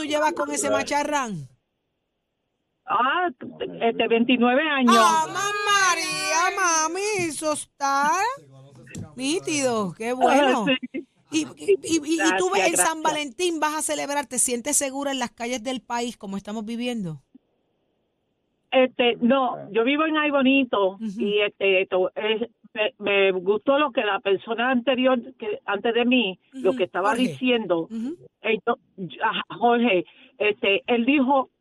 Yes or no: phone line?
yes